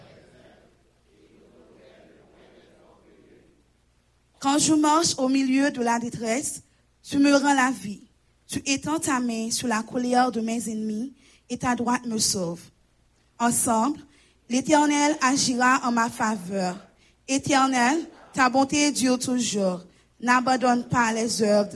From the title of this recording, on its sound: Sunday Service Live